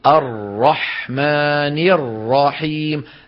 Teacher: هذول راءان، الراء الأولى ساكنة مدغمة والراء الثانية متحركة مفتوحة · Term: الحرف المشدد